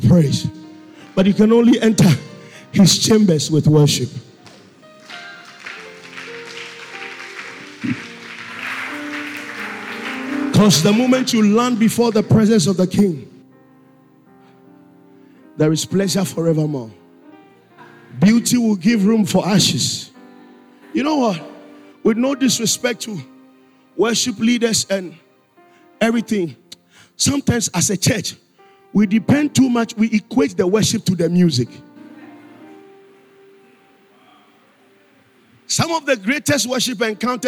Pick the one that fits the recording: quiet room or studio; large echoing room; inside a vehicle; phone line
large echoing room